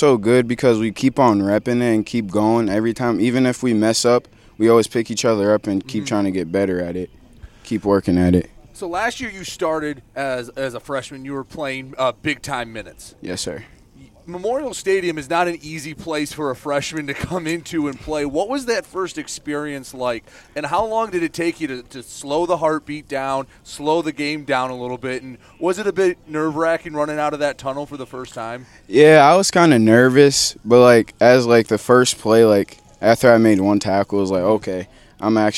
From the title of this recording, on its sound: Live From Port Huron Northern Football Camp